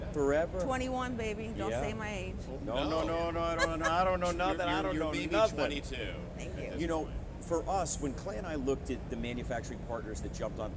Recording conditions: busy venue